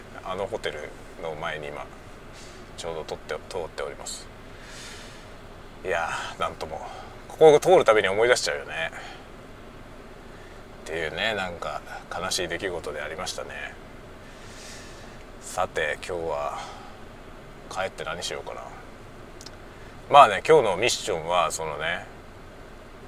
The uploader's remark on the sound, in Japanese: ドライブしながら雑談。人間ドックからの帰り道、運転しながら雑多な話をした回。Stand.fm。